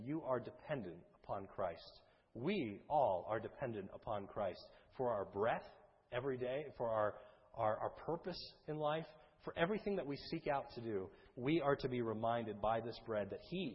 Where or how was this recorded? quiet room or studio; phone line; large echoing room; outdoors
large echoing room